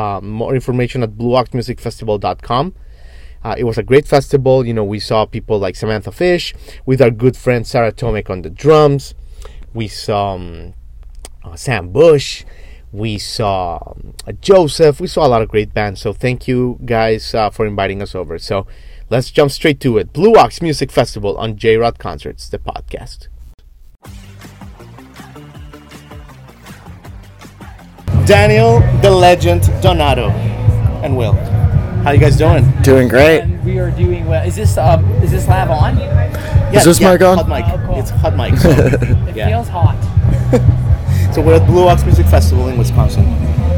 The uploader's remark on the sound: We are back from Eau Claire Wisconsin, home of the Blue Ox Music Festival for the 2022 edition. Joining us from the beautiful festival grounds.